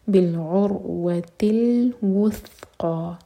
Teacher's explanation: رو پر پہنچے تو ہوٹوں کو پھیلائیں گے اور منہ بھر کر رو پڑھا جائے گا، رو ہیوی ہوگا، بِالْعُرْوَةِ الْوُثْقَى یہاں پر سین نہیں ہے